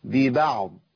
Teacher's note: الباء مرققه، لا نفخم الباء